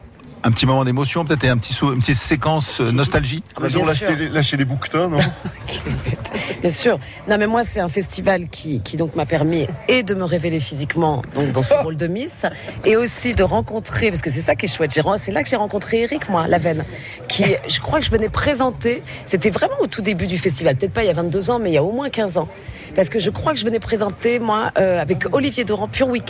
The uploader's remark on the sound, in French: Une Rencontre réalisée en janvier 2019 au 22e Festival international du film de comédie de l'Alpe d'Huez en Isère.